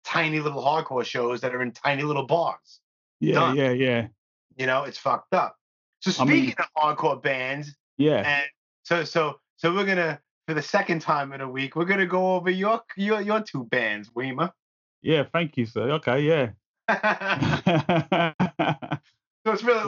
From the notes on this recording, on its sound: We had a lengthy conversation via Skype